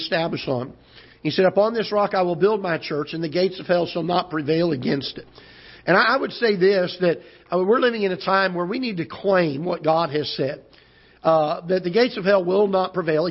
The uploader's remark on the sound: Ketha Heights Baptist Church ~ Live Broadcast